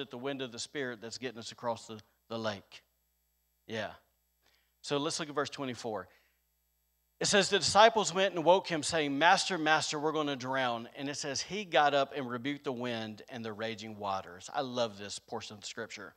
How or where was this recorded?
large echoing room